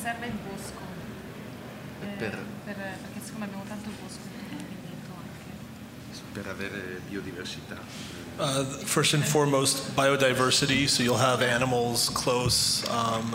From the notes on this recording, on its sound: RAW WINE NY 2019. This talk was recorded by Heritage Radio Network as a part of RAW Wine NYC 2019's Speakers' Corner.